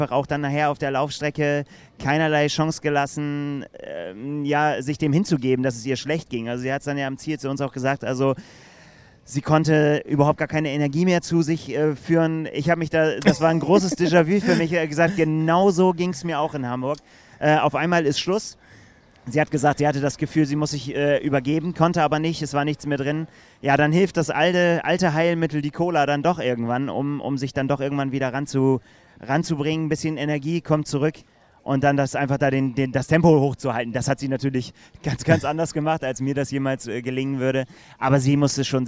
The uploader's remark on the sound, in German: Video-Podcast aus Frankfurt. Live auf dem Parktplatz vor der Siegerehrung des Ironman Frankfurt.